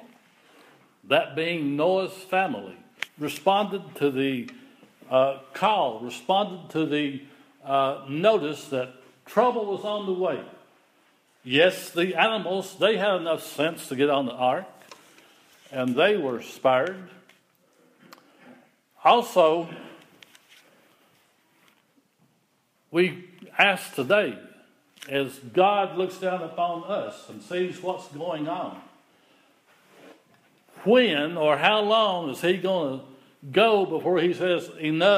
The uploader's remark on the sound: The following is an audio recording of the Sunday service at Persia United Methodist Church in Rogersville, TN.